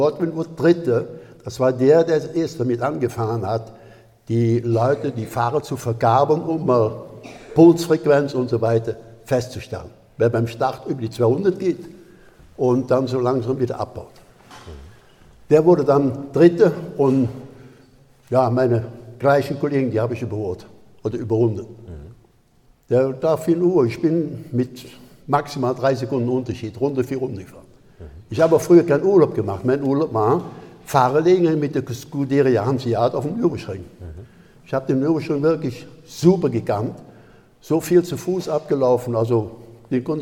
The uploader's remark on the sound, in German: In Swisttal. Vor Livepublikum zu interviewen.